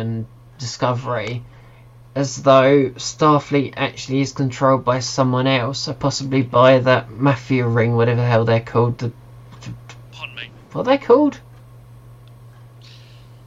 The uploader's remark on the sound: Please note that the episode unfortunately suffers from minor technical difficulties throughout.